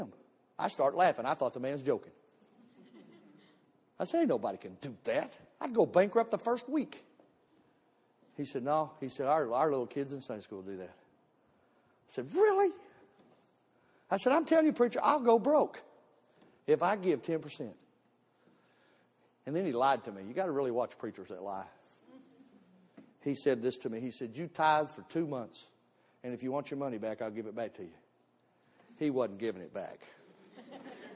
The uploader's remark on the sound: Missions Conference Service 01 - Audio